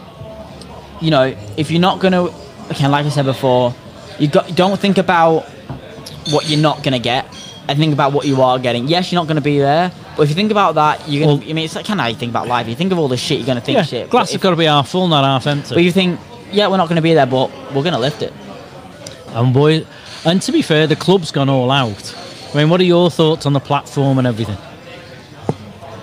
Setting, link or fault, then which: setting, busy venue